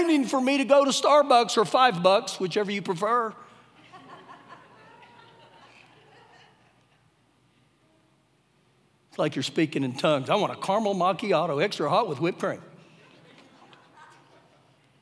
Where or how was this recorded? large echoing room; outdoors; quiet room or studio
large echoing room